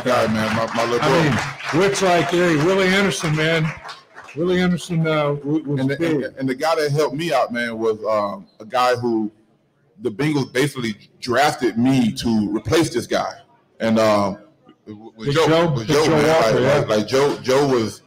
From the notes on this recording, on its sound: live from the Holy Grail down at the Banks